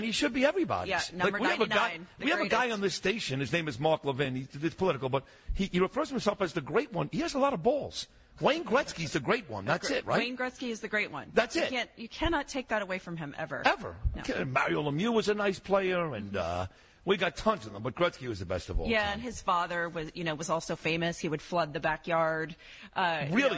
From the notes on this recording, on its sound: live from Oheka Castle